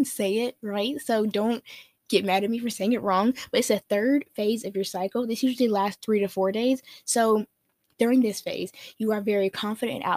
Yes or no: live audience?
no